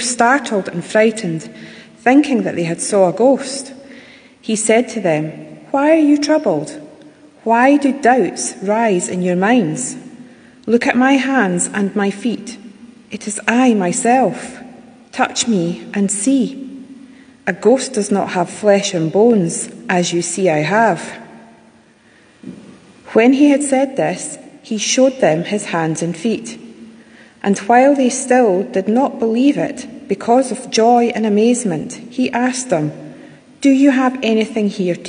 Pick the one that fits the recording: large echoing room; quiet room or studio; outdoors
large echoing room